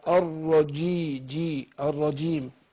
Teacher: الرجي جي مش شي جي ما تروحش على الشين تعطي يعني ما جيش على الطاش هتبقى عامله زي الشين. · Term: الجيم